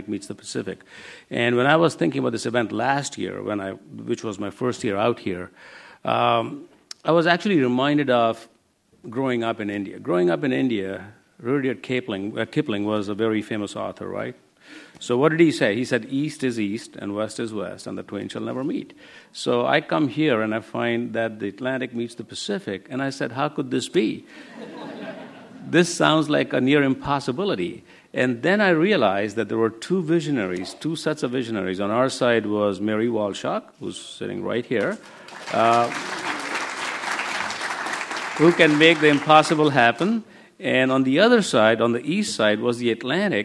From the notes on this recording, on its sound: As part of The Atlantic Meets the Pacific 2013 conference presented by The Atlantic and UC San Diego.